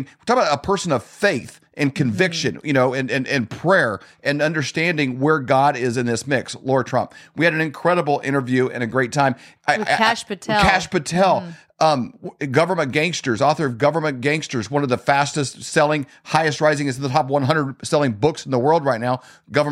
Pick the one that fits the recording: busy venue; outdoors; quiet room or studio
quiet room or studio